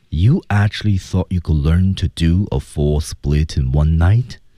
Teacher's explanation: 那么我们看它的升降调的处理是最后的升调处理